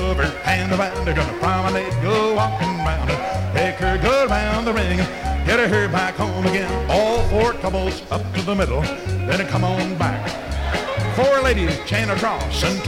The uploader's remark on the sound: 1964 Blue Star Jubiliee in Houston, Texas. Track five, record TWO from the 1964 Blue Star Jubilee Square Dance held in the Sam Houston Auditorium.